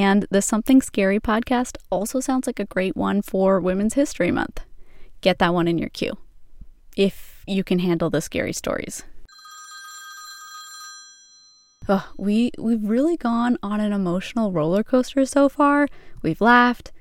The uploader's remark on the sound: The Pod-At-Me Call-in Show. As a riff on live radio shows, you get to hear "live" podcast recommendations from listeners and creators about podcasts they loved.